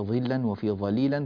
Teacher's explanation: كل هذه اللامات لامات مرققة